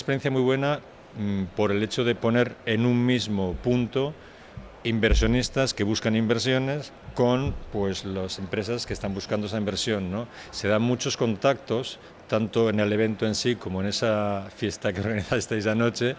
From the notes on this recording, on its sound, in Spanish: grabados en Bventure 2022, el mayor evento de emprendimiento de la zona norte